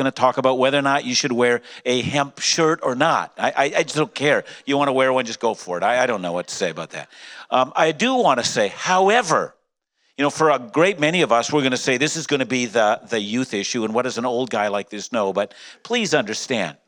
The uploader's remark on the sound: Taken from our recent Let’s Talk: Marijuana INDOUBT:live event. Taken from our recent Let’s Talk: Marijuana INDOUBT:live event.